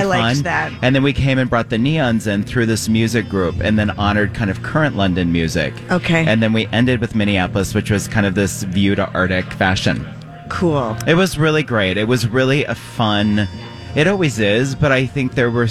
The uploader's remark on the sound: Are broadcasting live at Sourthern Lights.